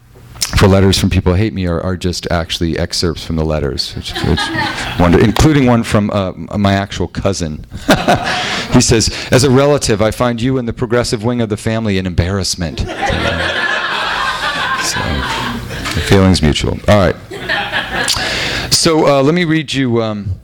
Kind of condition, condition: setting, live audience